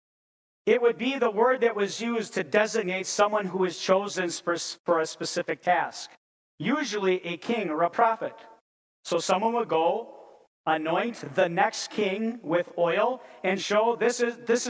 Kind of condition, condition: setting, large echoing room